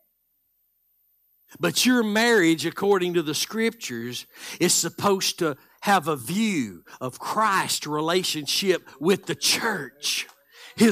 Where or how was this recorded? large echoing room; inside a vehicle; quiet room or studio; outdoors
large echoing room